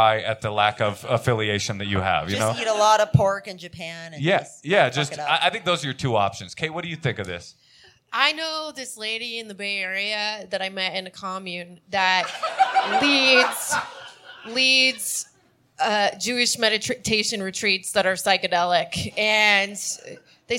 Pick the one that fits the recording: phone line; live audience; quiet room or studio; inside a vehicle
live audience